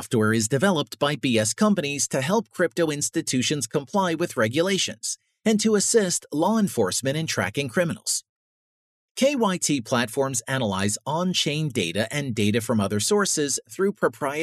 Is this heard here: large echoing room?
no